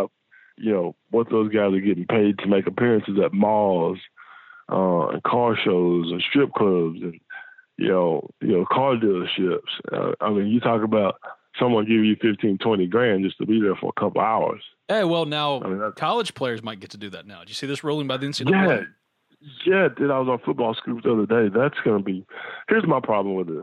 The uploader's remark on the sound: joined on the Modern Woodmen phone line